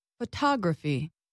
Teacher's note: in the word photography, I stressed the second vowel, ah. I said it louder and longer than the other vowels.